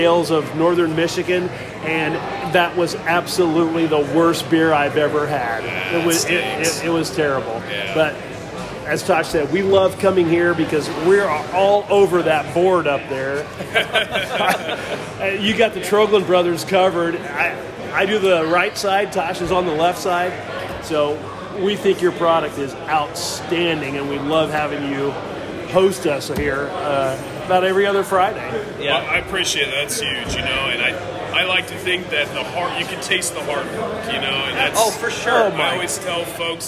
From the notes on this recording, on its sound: On location from Traders Brewing.